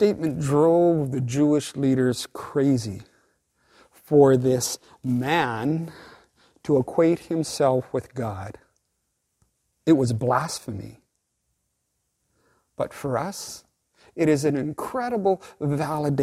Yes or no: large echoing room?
yes